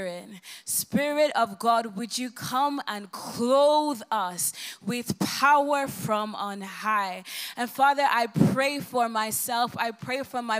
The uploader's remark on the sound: Recorded live at the Vineyard Worship Gathering ‘Come Holy Spirit’.